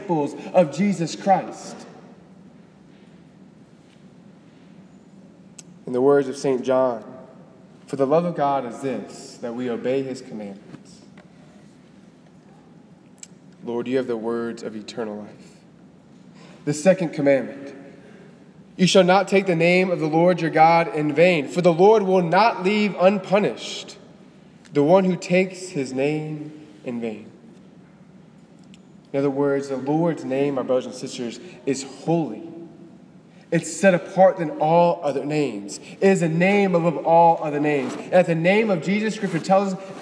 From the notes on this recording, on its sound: Delivered on March 5, 2018 at the Cathedral of the Nativity of the Blessed Virgin Mary in Biloxi, MS.